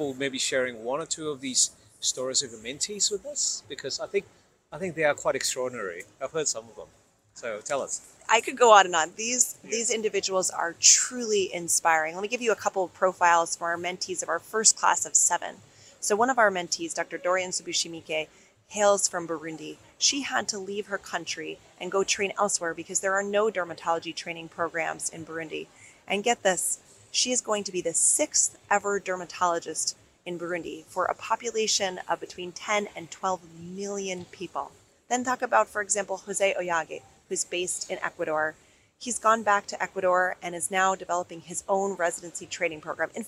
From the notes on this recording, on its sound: World Congress of Dermatology 2023. This episode of Spot Diagnosis was recorded live at the World Congress of Dermatology in July 2023.